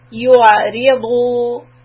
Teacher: Make sure that when you say yu, the lips should be rounded and pushed out. But for ayn, you bring it back to a straight line.